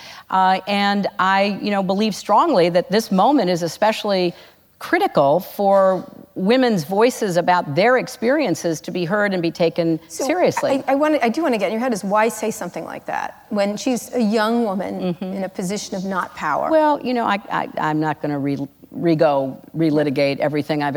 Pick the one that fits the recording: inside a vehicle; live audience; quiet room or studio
live audience